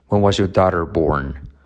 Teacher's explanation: Fíjate que la R de your decae, no se pronuncia.